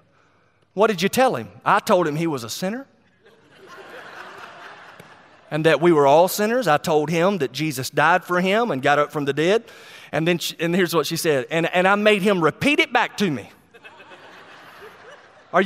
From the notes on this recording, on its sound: a sermon he preached at Go Georgia 2019